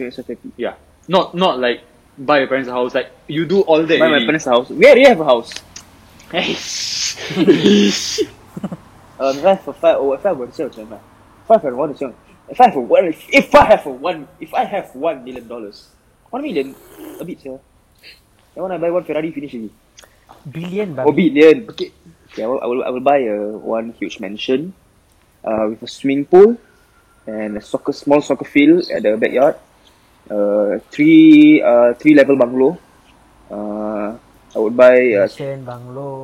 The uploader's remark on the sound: First podcast that we recorded at a void deck with our iPhones, hence the audio quality.